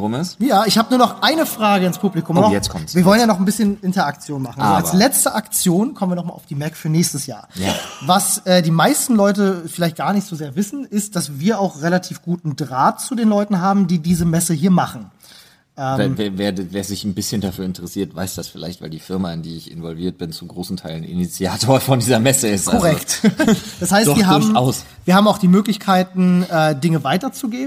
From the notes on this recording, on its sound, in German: Live von der MAG! Wir waren auf der MAG 2019 in Erfurt und haben LIVE mit euch eine Folge der Sprechstunde aufgenommen!